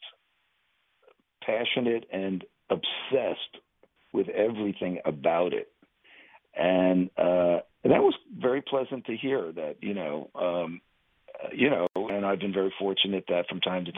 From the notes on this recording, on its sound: chat by phone